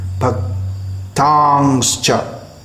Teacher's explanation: When a S comes before a Ch, as here in, as in this word, Bhaktangscha, in the third verse of Gurvashtakam, it becomes a Sh sound.